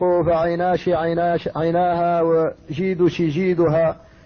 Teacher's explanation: فالكسكسة النطق بالكاف كالسين، والكشكشة النطق به كالشين، والكشكشة هي لغة تميم